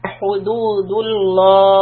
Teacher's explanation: So here we have hu with the rounded lips and then dal again has got a dhamma. So we want to make sure we can quickly flatten the lips and go back to dal.